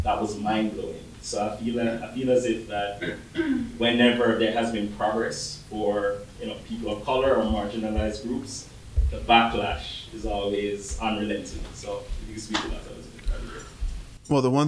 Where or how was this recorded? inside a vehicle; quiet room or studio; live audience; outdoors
live audience